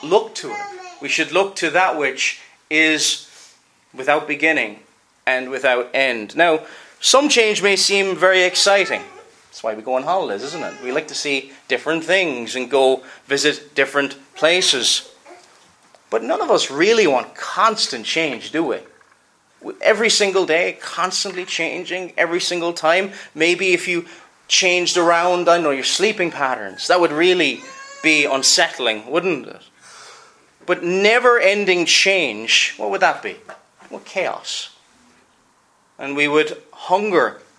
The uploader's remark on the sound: Preached at Enniskillen Reformed Presbyterian Church